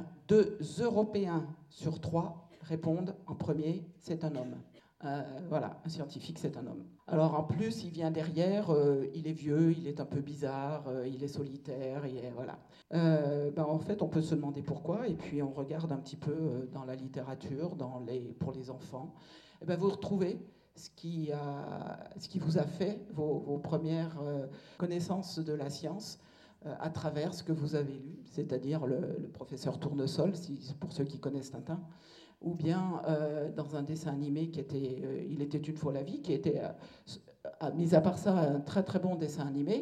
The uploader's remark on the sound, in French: Le lycée Condorcet de Saint Priest a accueilli. Elle est intervenue auprès des jeunes filles de 1°S. Ce podcast correspond à une partie de sa conférence.